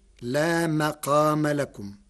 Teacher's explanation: قرأ ورش كلمة مقام بفتح الميم فتصير لا مقام لكم